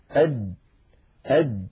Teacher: صفاته أنه شديد يعني لا يجري معه صوت. أد أد، فلو قلنا أد نجد بأن المخرج ينقفل تماما، مخرج الجيم من هنا من وسط اللسان وليس من طرف اللسان، من وسط هنا.